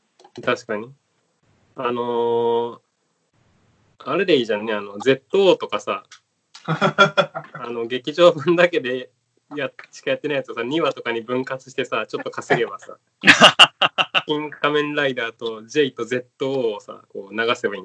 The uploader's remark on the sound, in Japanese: 初のリモート収録